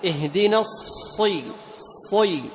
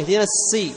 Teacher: وإن كانت الصاد في أدنى مراتب التفخيم إلا أنها لا ترقق فتصير سينا · Shown in: first take · هذا من الأخطاء، بل لابد أن يحافظ القارئ على إطباق الصاد.